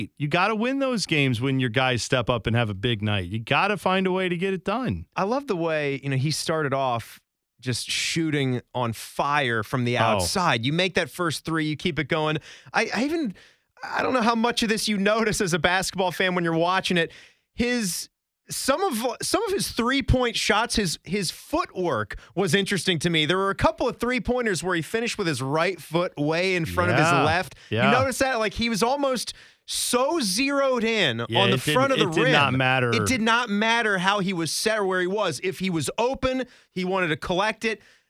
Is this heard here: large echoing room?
no